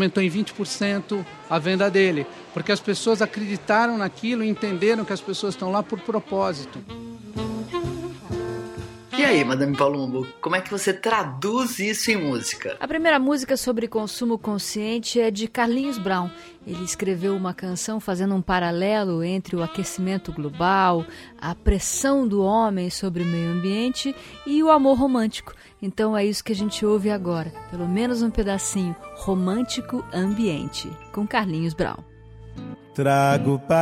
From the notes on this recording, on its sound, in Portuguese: Gravado no Festival Path com apoio da cerveja Sol.